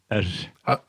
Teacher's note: eine Mischung aus leicht sanft gerolltem R und nachfolgendem Entweichen der Luft, während die Zunge noch für das R nach hinten geklappt ist